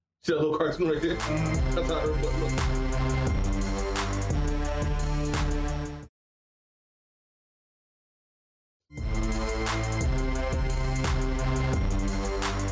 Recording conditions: poor sound quality